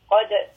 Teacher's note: Dal has Qalqala, it is part of Qutub Jad, it has a letter of Sukun, Qutub Jad, Qad, so there is a slight bouncing sound, which is called Qalqala